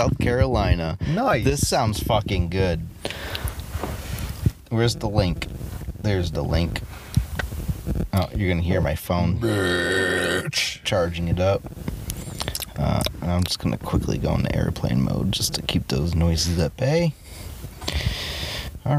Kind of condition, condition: setting, inside a vehicle